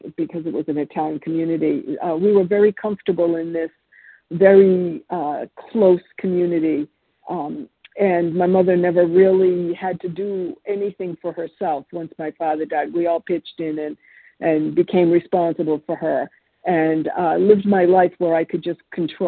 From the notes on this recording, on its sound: from the 100 Pounders Phone Meeting, 10/23/23